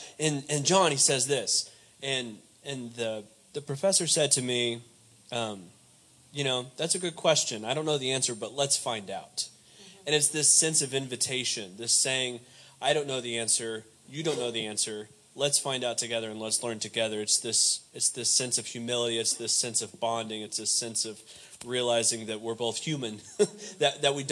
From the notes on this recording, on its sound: Undisciplined comes to you live from the Historic St. James Missionary Baptist Church in Fayetteville.